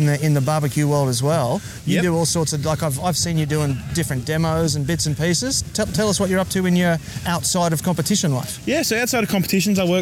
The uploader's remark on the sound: LIVE at the Kangaroo Valley Craft Beer & BBQ Festival